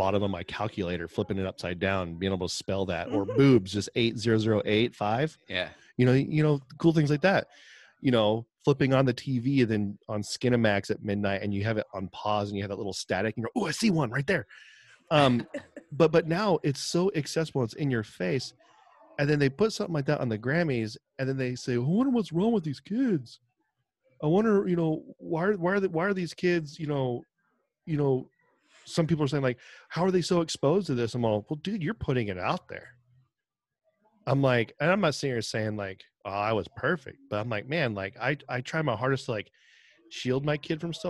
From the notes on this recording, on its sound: On location at Thin Line Brewing. Visit them in person in Rancho Cordova, CA.